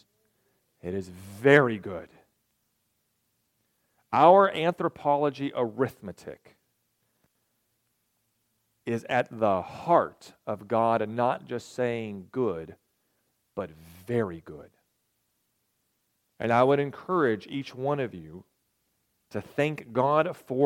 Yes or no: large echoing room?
yes